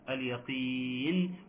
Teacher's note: القاف مكسوره في اقل درجات التفخيم ولكنها مفخمه ايضا